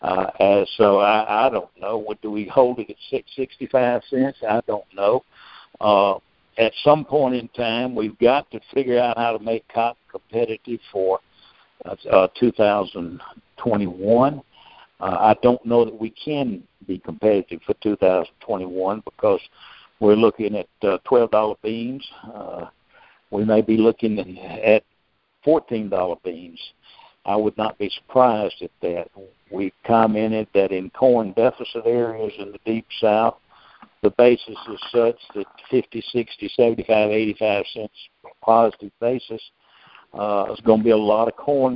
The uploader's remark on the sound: Monthly Conference Call